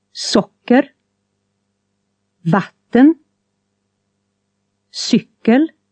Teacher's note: learn to pronounce the words for sugar, water, and bicycle with accent one, a single rise